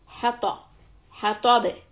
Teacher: ح is soft, ط heavy.